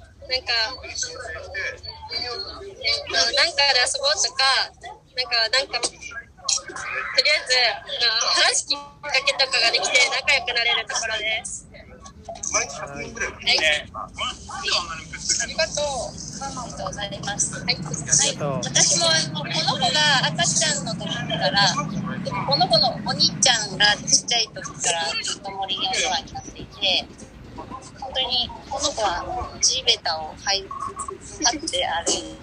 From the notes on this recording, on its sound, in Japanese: 大人も楽しいどんぐりの森 森のワールドカフェの様子を録音させていただきました！ 千葉県四街道市。